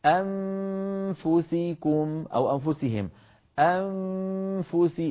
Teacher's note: ضغط بأسنانه العليا على شفته السفلى فصار السامع وكأنه يسمع ميم لأن الأسنان العليا نابت مناب الشفة العليا في الانطباق على الشفة السفلى.